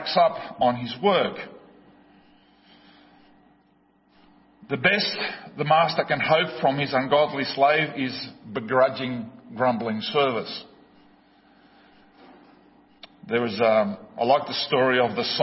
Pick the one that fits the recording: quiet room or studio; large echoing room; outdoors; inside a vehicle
large echoing room